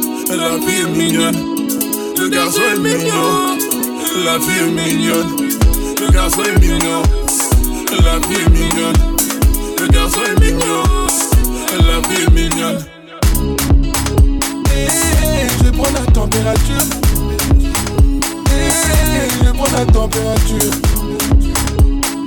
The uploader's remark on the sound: Raw Live DJ Set. During Masquerade Ball Party in Eclipse - Cork City - Ireland.